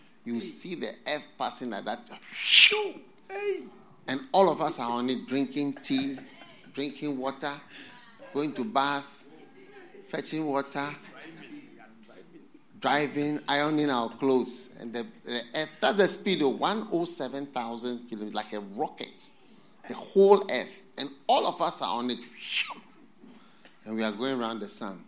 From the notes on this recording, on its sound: Preached at The FLOW Church Service. First Love Studio.